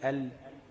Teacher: بس هو يقصد ما بين حافتي اللسان مش طرف اللسان بس، لان اللام ما بتخرجش من طرف اللسان بس، اللام بتخرج من ادنى حافة اللسان يعني اقرب حتة من قدام من اللسان مع منتهى طرف اللسان